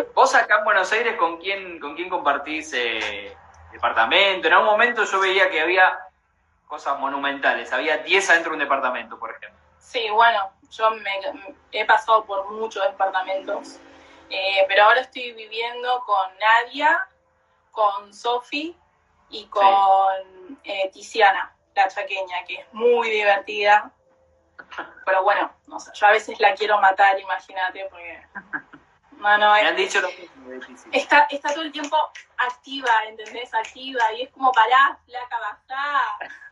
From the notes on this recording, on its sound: VIA INSTAGRAM LIVE